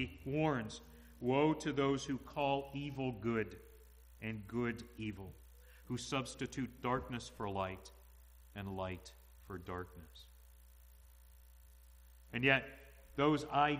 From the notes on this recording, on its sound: to the congregation at the Manchester Reformed Presbyterian Church of New Kensington, PA, on Sunday, March 06, 2022 .